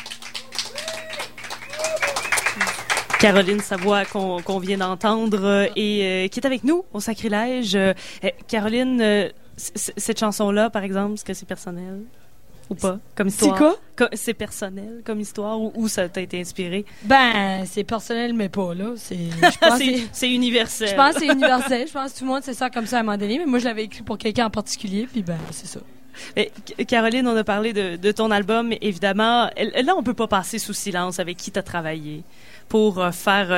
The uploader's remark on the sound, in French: en direct du bar le Sacrilège, sur les ondes de CKRL 89,1